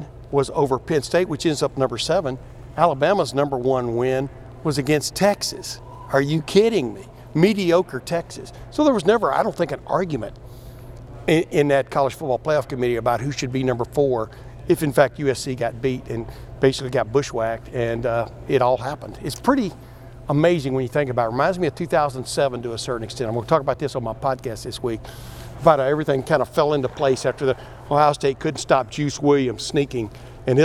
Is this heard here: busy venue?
yes